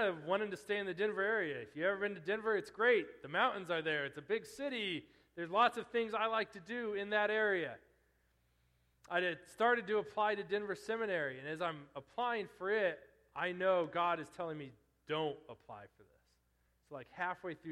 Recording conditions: large echoing room